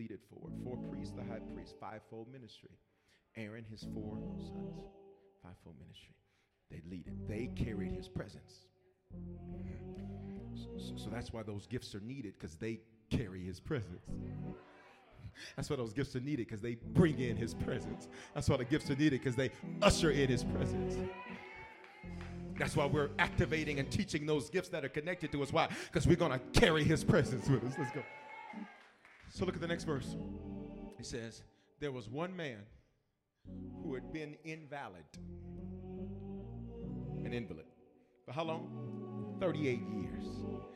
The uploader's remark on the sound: 2020 History Makers Conference Night 2.